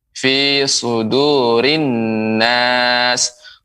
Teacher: huruf sin ya lebih jelaskan misalnya fi sudurin nas diberikan desisnya lebih banyak fi sudurin nas kemudian ya ketika seperti alif lam syamsiah di sini anas maka harus lebih diberi uh, kita menekannya sekitar kira-kira dua harokat ya sudurin nas.